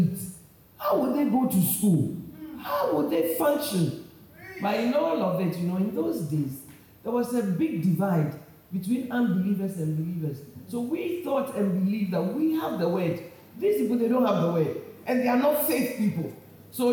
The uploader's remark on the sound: Preached at Chosen Woman Conference, Accra Ghana